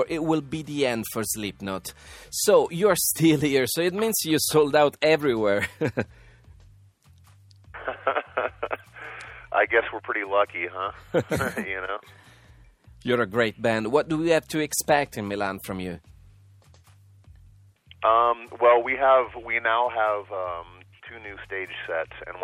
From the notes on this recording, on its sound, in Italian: Al telefono